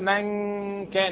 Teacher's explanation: مخرج النون انتقل للخيشوم في الاخفاء · Term: النون المخفاء